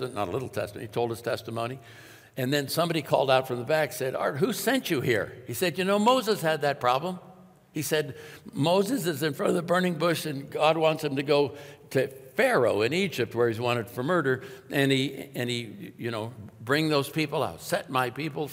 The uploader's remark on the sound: Welcome, friends, to New Year’s weekend at Timberline Church.